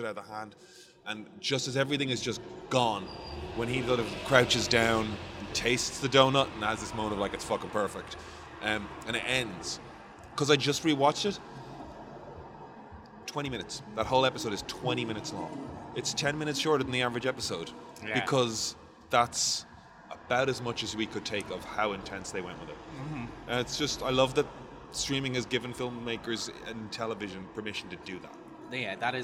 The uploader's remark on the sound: Live From The Royal Mile